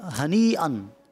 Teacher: یہ مد متصل ہے یعنی اس کو ہم نے زیادہ کھینچنا ہوتا ہے، کم از کم دو الف کھینچنا ہوتا ہے